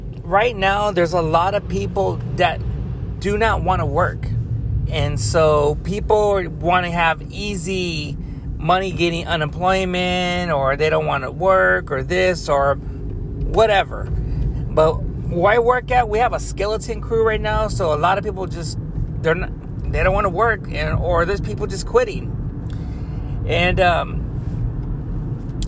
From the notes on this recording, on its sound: Car Talks. While driving home from work.